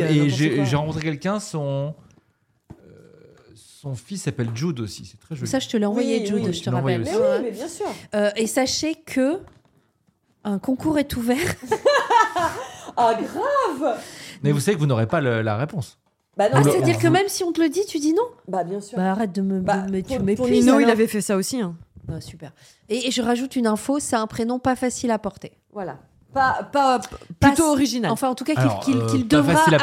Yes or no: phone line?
no